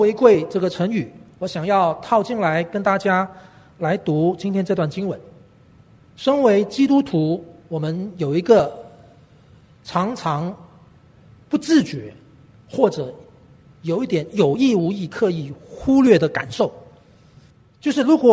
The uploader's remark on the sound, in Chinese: 本节目是由台北信友堂提供的主日崇拜现场实况录音，由良友电台剪接制作。